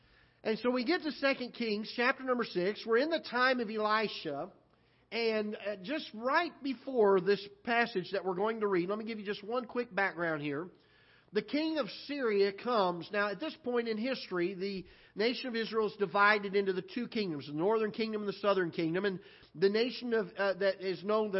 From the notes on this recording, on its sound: live broadcast from the auditorium of Ketha Heights Baptist Church in Festus, Missouri